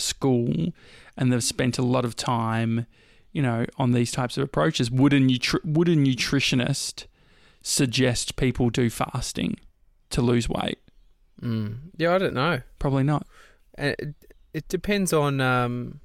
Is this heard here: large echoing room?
no